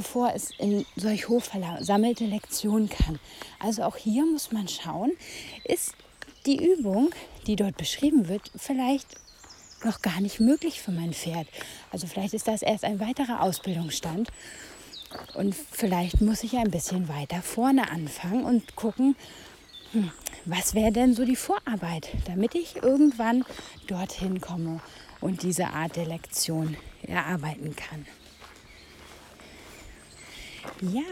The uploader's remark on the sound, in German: Diese Folge wurde draußen aufgenommen und kann Nebengeräusche beinhalten und eine schlechtere Tonqualität aufweisen.